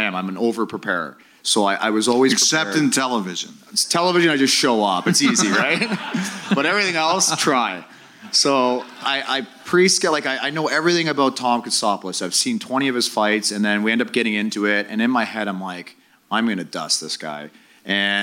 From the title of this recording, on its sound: Live From Victoria